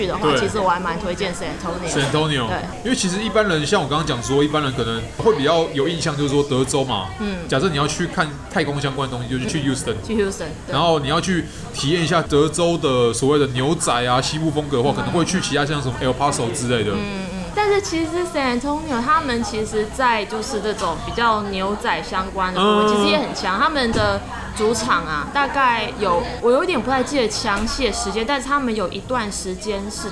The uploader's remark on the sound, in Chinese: 本集白噪音指數：微風級 2/5。錄音地點： Toasteria Cafe 吐司利亞 - 永康店。